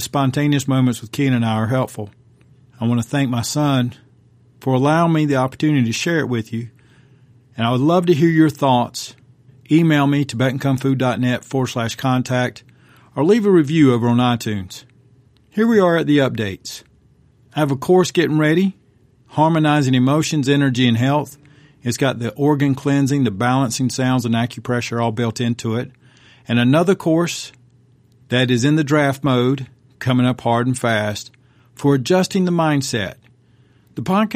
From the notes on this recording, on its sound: My young son and I were driving home, when he dropped a question that made me pull over. We decided to turn on the mic and record it.